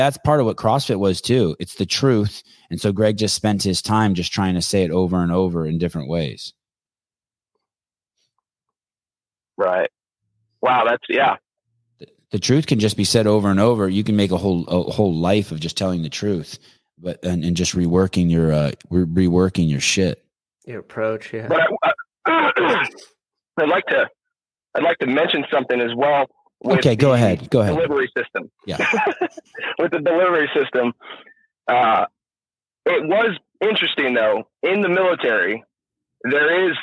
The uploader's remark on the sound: Live Call In Show.